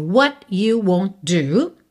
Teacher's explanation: What you won't do. Won't, com do você liga num som só, ok? Do T e D vira uma coisa só. Won't do, do for love, né?